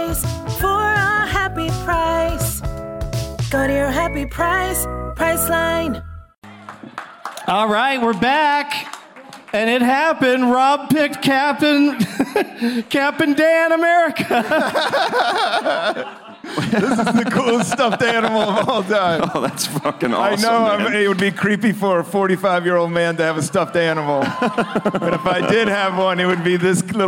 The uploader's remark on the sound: Live from the Improv in Tempe